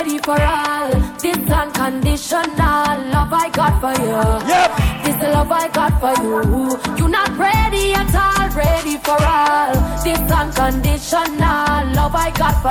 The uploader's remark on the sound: LIVE AT ISLAND SATURDAYS ON APRIL 27TH